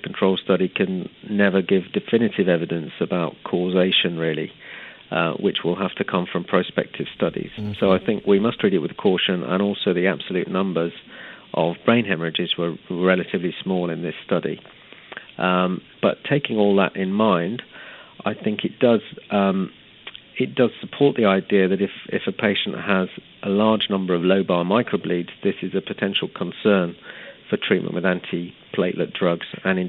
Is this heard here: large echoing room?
no